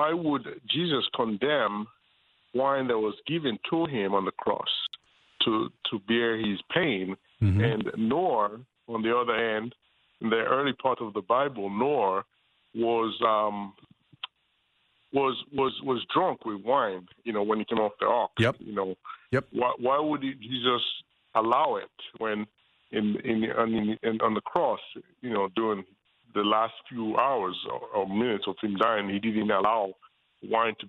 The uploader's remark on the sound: We open up the phones